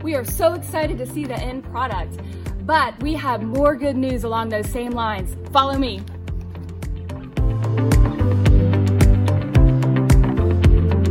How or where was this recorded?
large echoing room